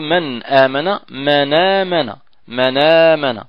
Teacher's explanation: فالهمزة مفتوحة وقبلها ساكن، فنسكت الهمزة ونحرك النون الساكنة بالفتح، فنقول من آمن من آمن من آمن. · Term: النقل